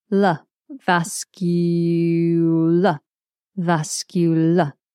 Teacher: The L is made with the tip of the tongue at the front, touching the roof of the mouth. So here you've got the y, which is the back of the tongue touching the roof of the mouth, followed by l, the tip of the tongue. · Term: L sound